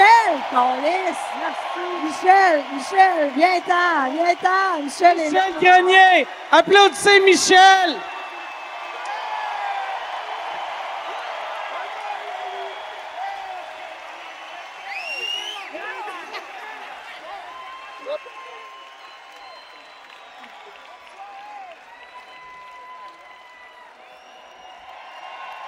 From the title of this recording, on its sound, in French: SOUS ÉCOUTE au CENTRE BELL